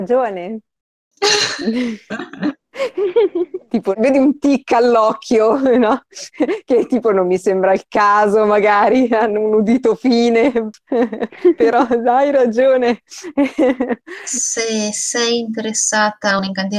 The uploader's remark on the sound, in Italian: Purtroppo la qualità audio non è delle migliori, siamo dei poracci e giochiamo via Discord registrando con "Craig Records!", ma dovreste aver già notato dei miglioramenti!